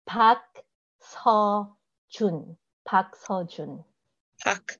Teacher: So you'd actually take out the R from the park